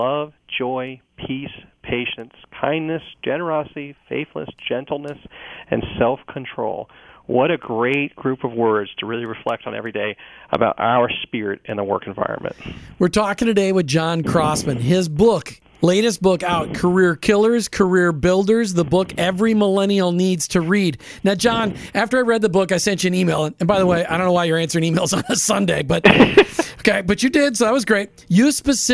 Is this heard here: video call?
no